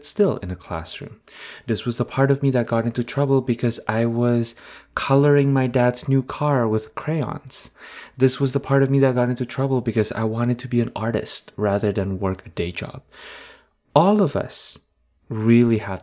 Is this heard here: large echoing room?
no